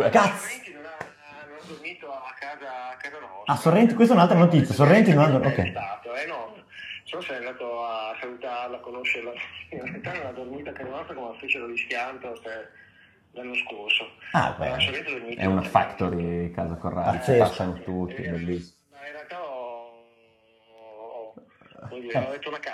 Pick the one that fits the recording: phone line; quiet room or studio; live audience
phone line